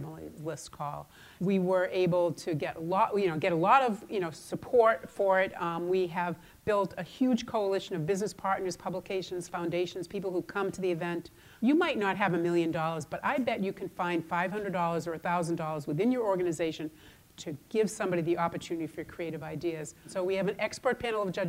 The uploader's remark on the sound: AAFCPAs' 2019 Nonprofit Seminar - Keynote Speaker